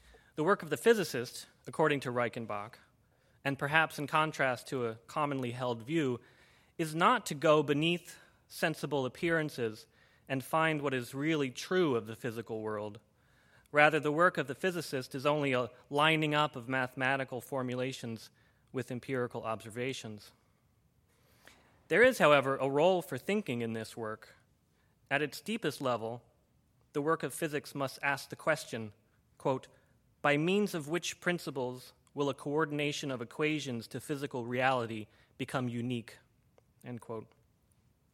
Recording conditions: large echoing room